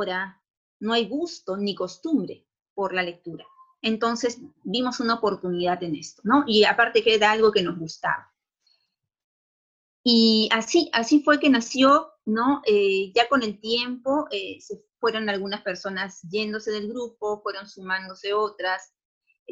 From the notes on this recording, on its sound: In this Zoom-podcast